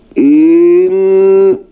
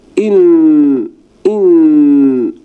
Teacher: الكسرة اللي هي مع الهمزة في كلمة إن بعدها سكون، فهو في بدئه يقول هكذا إن، هذا خطأ، هذا التمطيط الذي حدث لكسرة الهمزة فطالت، هذا خطأ · Shown in: first take · Term: تمطيط الحركة